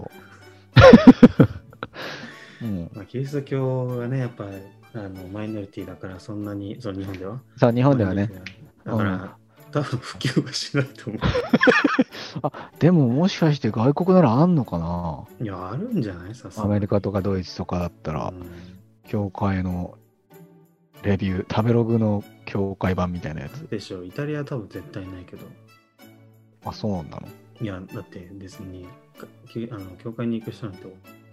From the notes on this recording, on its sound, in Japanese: 諸事情によりマイクの音量調整を間違えてしまいました。聞き苦しい点が多々ございます。